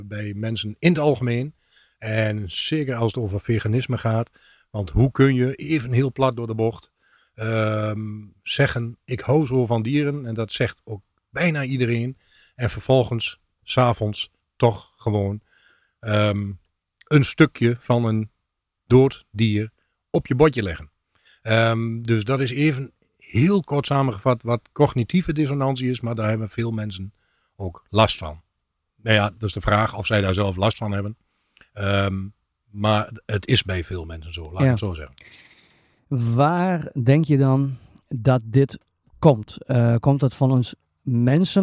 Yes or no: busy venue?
no